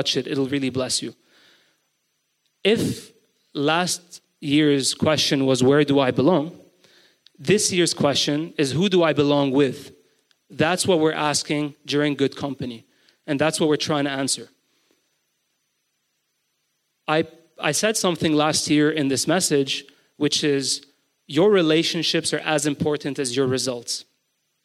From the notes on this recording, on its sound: GoChurch Beirut's BIG SUNDAY GATHERING (recorded live on March 12, 2023) in Beirut, Lebanon.